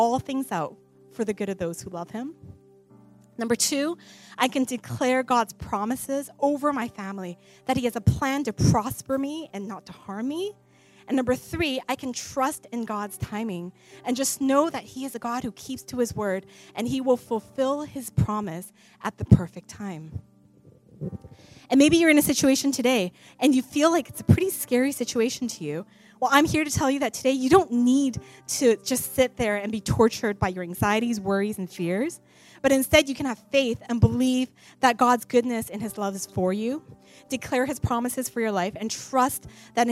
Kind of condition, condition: setting, large echoing room